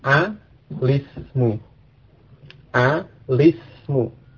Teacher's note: lam yang asalnya sukun itu kemudian diberikan harokat. Ya, dalam hal ini dia diberi harokat kasrah. Sehingga kemudian dibaca dengan alismu.